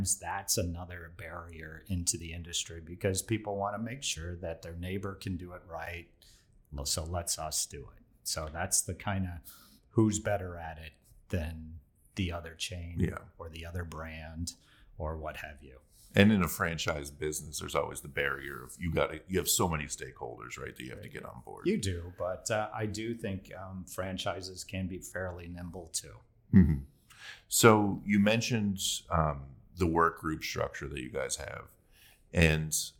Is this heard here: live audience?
no